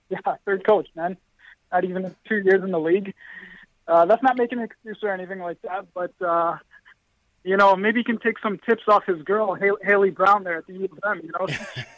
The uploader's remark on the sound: React to the game and take live phone calls from fans around the world.